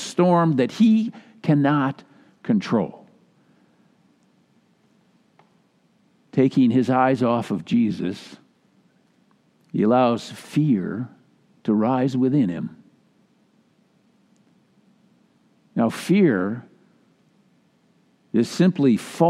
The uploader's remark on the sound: Message delivered during the Traditional Worship Live Stream. Message delivered during the Traditional Worship Live Stream.